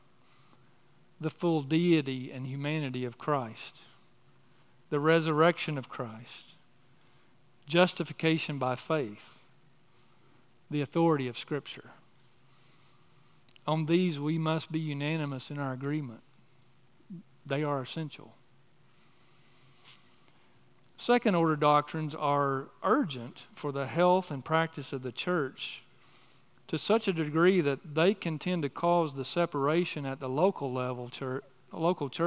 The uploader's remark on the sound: on the morning of December 3, 2023, at Chaffee Crossing Baptist Church in Barling, AR.